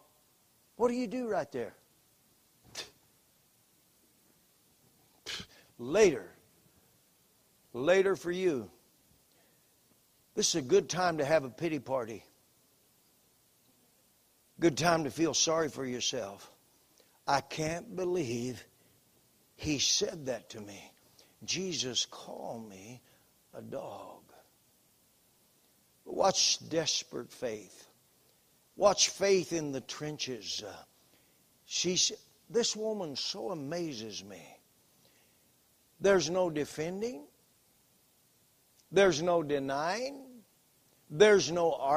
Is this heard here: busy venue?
no